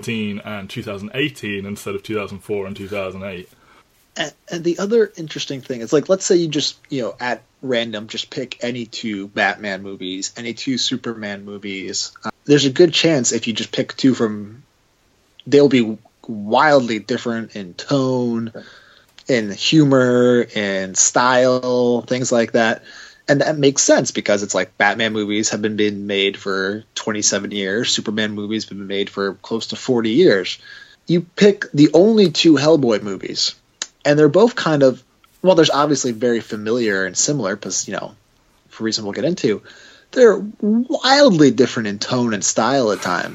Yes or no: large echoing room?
no